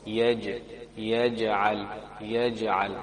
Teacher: jim got qalqala on it. So we make a small bounce, just a small bounce.